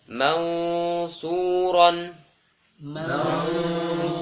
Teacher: Jadi cara menebalkannya dengan mengangkat lidah, ya. Mengangkat lidah, ya, tengah lidah ke arah langit-langit. Dan suara cenderung ke arah huruf O, ya. · Term: sifat tebal